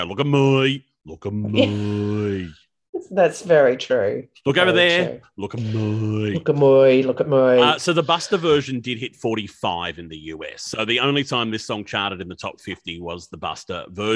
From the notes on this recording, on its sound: The sound is not as good, due to COVID we had to record on Zoom this time!